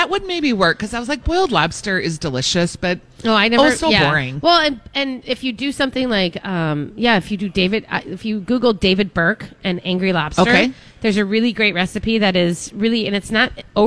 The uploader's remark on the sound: Broadcast live at Revolution Hall at Rosedale Center!